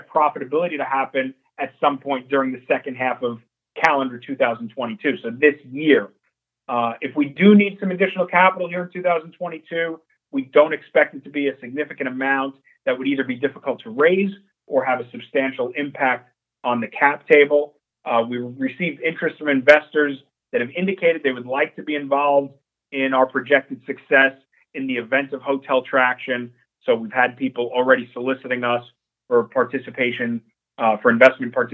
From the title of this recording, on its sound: Nightfood Investor Conference Call for March 1st, 2022